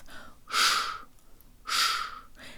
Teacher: Sh is pronounced with the tip of the tongue curved upward, but with the rest of the tongue low, making lots of space in the mouth. Sh, sh. And the rest of the syllable is straightforward, as long as we have good Russian default mouth position.